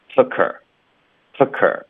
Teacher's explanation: took 跟 her 也得连读 tookher，科连读到 her 的时候 h 的音就省略了